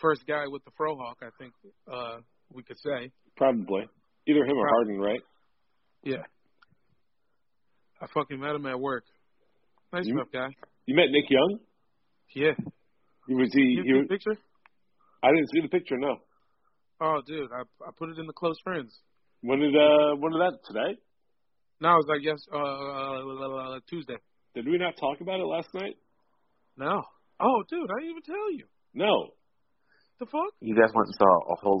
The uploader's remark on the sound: hop on the phone